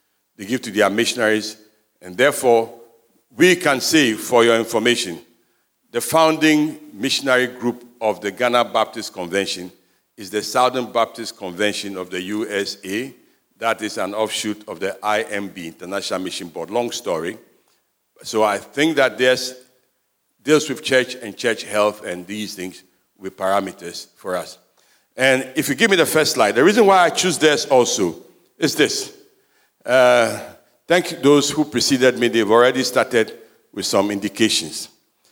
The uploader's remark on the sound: Sermon preached at CBC Shiashie Campus